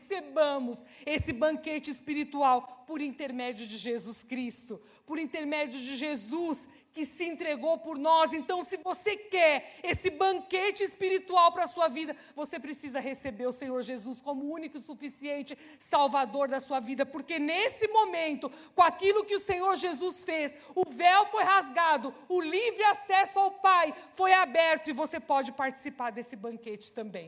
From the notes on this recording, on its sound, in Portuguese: Celebração ao vivo.